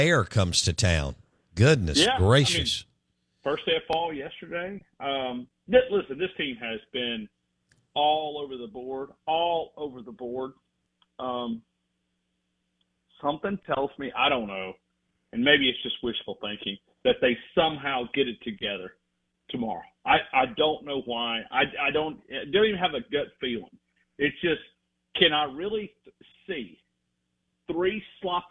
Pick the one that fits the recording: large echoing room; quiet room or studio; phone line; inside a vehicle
phone line